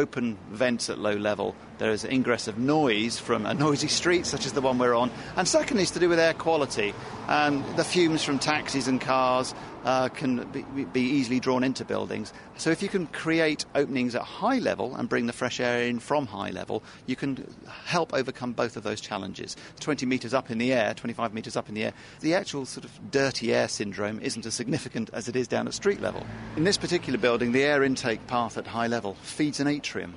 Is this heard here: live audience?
no